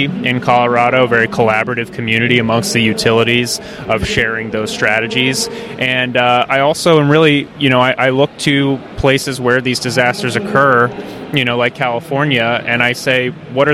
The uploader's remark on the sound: at the Trees and Utilities 2023 Conference